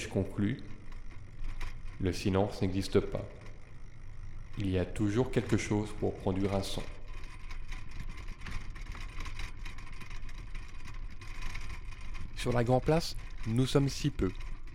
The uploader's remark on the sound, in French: Paysage sonore vers le centre-ville de Bruxelles. Ce soir une émission préparée dès l'aube. Le soleil se lève sur tois gars pas frais dont les oreilles découvrent une biodiversité des voix et des sons, une jungle de possibles quand la ville s'est arrêtée de nous battre les tympans. Monte sur son vélo avec son casque audio; il se fait paysager sonore du centre-ville, en suivant le son qui parle et ce que ceux qui y vivent lui racontent.